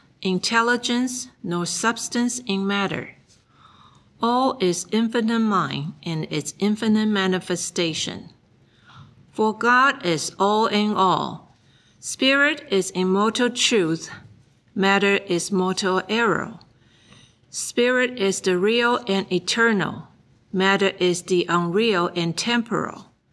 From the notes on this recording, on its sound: The Sunday service audio from February 18th, 2024